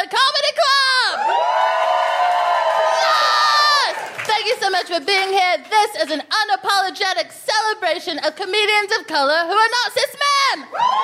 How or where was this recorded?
busy venue